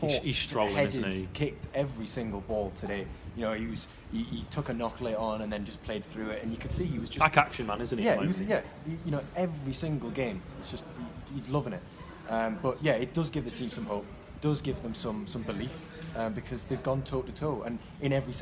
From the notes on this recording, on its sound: LIVE from Stamford Bridge.